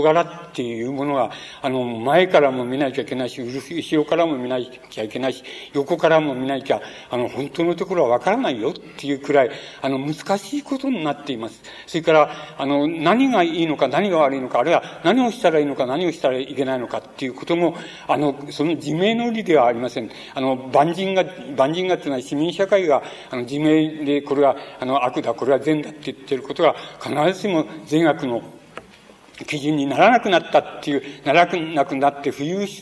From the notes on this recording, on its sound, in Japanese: 場所：山梨県立文学館講堂。山梨県立文学館で行われた シンポジウムにおける講演。音源は主催者提供。